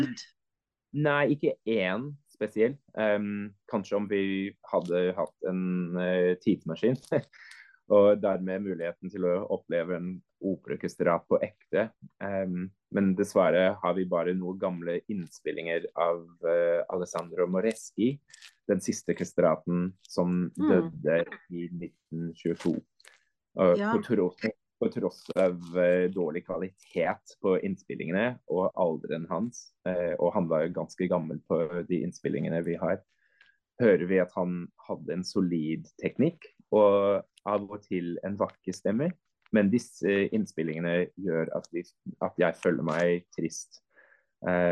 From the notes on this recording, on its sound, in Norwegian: Vi sitter ikke på samme sted, men vi snakker sammen på Zoom – jeg i Oslo og han i Zürich.